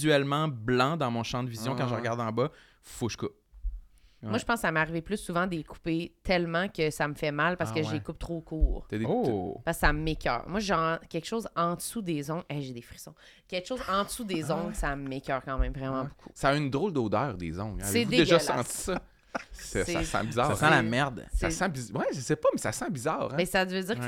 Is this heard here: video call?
no